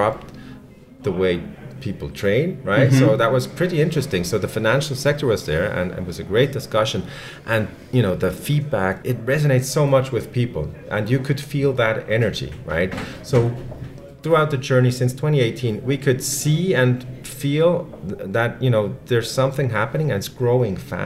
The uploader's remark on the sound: Coming to you from Davos Switzerland during the World Economic Forum 2022 conference